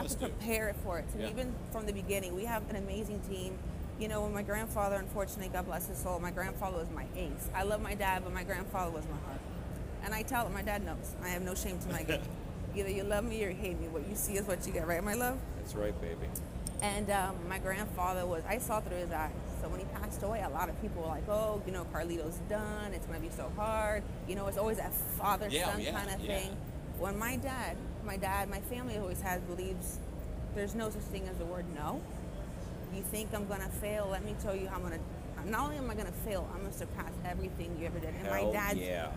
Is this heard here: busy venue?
yes